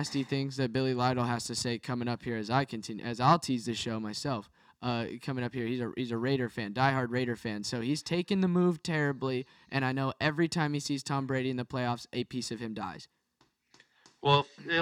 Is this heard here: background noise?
no